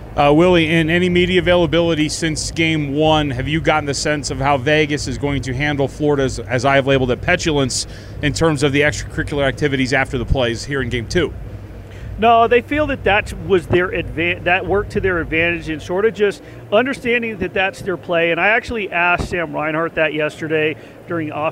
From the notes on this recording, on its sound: LIVE FROM T-MOBILE AREANA AHEAD OF GAME 2 OF THE STANLEY CUP FINALS.